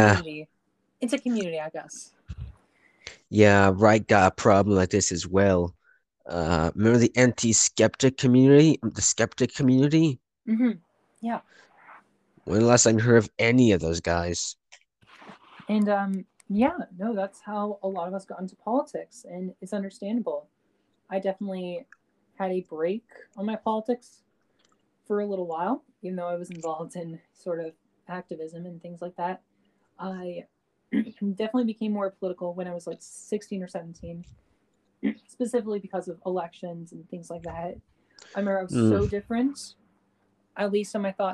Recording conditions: drop-outs